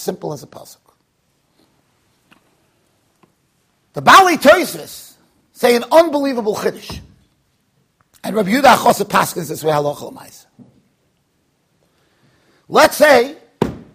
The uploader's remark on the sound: Shiur recorded in Yeshivas Ohr Reuven, Monsey NY.